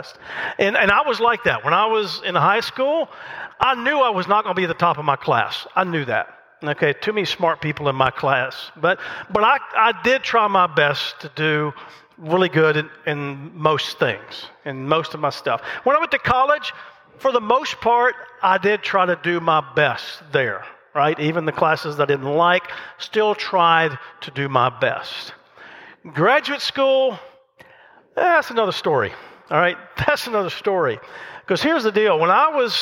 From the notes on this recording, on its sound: The message recorded live at Covenant.